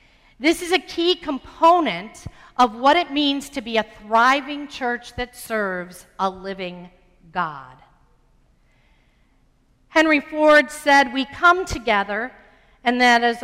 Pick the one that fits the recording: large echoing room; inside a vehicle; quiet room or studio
large echoing room